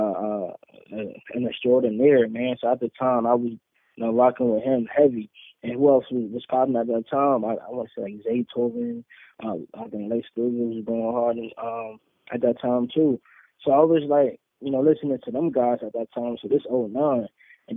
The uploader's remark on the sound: a call in interview